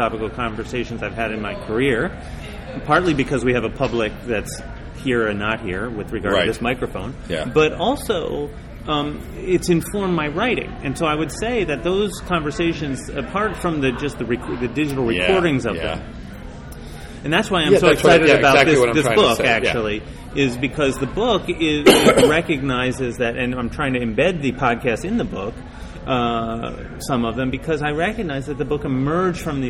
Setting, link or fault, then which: setting, busy venue